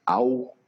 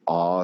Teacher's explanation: And like, for instance, the A that has the little accent over it in modern Icelandic is pronounced au, and in the reconstructed Old Norse, it's a long A, it's like an ah sound